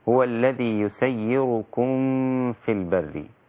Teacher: الميم ساكنة بعدها فاء. الحكم هنا إظهار شفوي